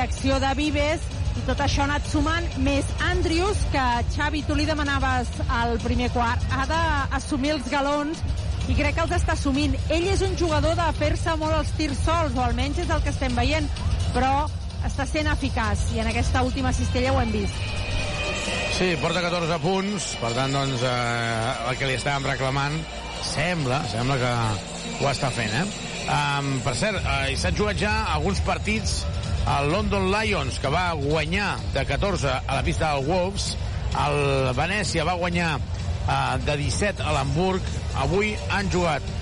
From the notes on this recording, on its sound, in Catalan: Transmissió en directe del partit